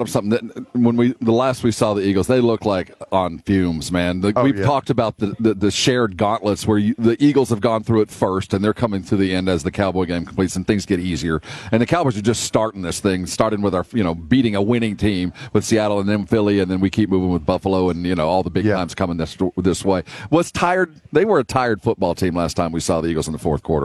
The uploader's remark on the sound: joins R&R from Radio ROW in Boston for Army-Navy